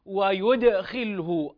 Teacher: الدال هنا من حروف القلقلة فلا بد أن نظهر القلقلة